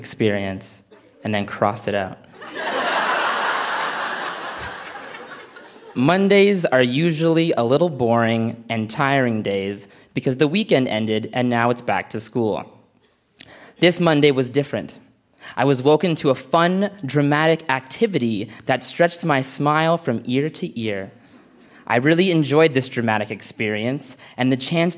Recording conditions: live audience